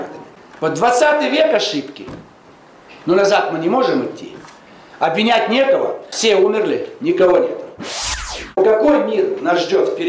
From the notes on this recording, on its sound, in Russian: выступил с лекцией перед студентами социологического факультета МГУ